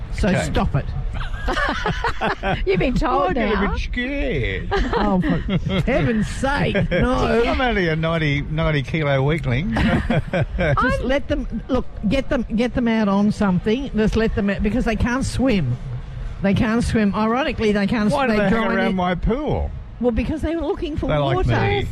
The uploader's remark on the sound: Live from the Central Coast Regional Show. We were live at the Central Coast Regional Show.